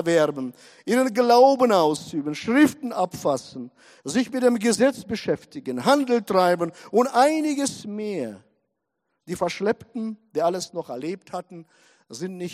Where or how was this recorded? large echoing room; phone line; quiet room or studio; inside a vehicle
large echoing room